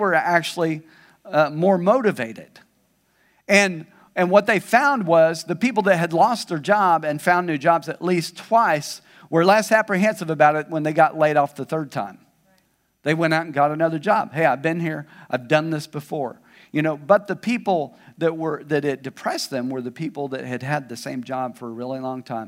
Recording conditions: large echoing room